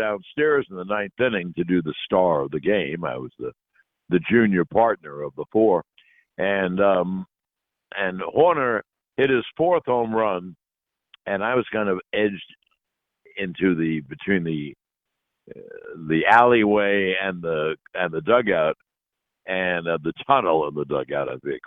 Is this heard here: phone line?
yes